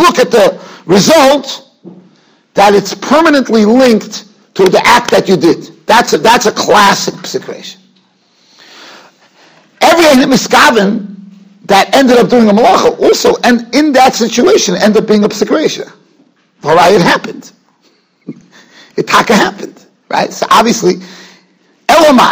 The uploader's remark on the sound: Shiur recorded in Yeshivas Ohr Reuven, Monsey, NY.